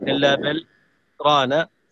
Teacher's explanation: تسكت على اللام ولا تأخذ النفس · Term: السكت